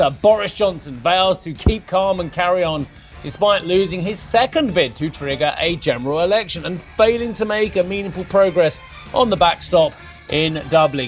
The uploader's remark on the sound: We are also live at the Frankfurt Motor Show.